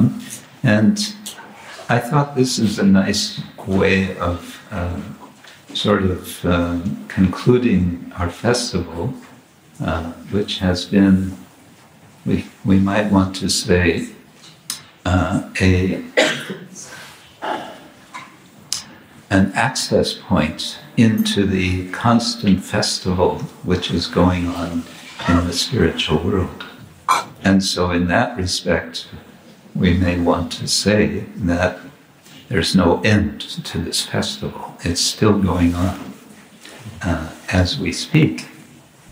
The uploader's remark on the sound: Morning lecture from Radhadesh (Belgium)